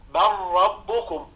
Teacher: وفي إدغام الراء بل ربكم ولا نقول بر، فلا نكرر الراء